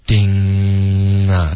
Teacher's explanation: 嗯的音是舌根往上，然后就封住嘴巴了，这个声音就从鼻腔出来了 · Term: 后鼻音